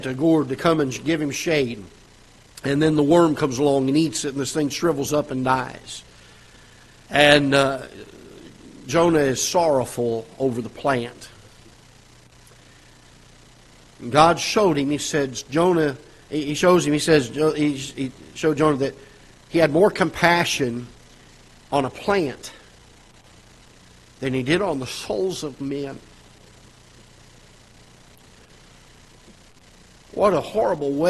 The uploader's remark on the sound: Ketha Heights Baptist Church ~ Live Broadcast